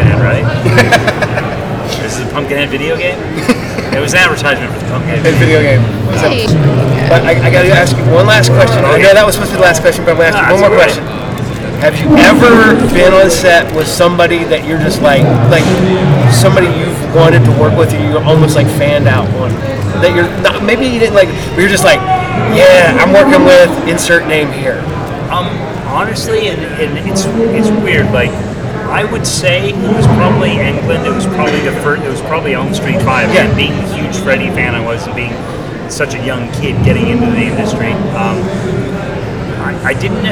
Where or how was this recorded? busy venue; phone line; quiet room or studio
busy venue